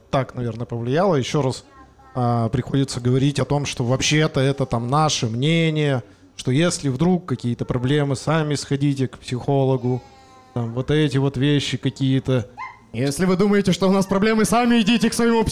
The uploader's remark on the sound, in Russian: Лайв в баре